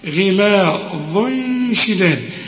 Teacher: هنا هنقول غلا وبعدين الضاء هي المفخمة، غلا ظن شداد، هنا في تنوين وبعد التنوين شين ولازم هنخفي ونغن